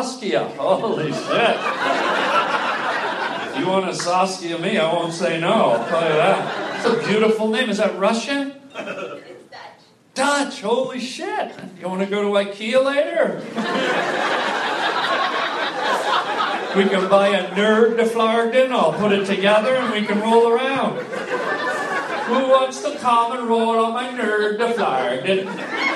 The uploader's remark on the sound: LIVE stand up comedy